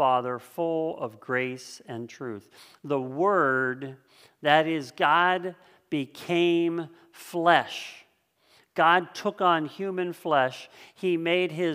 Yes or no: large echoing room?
yes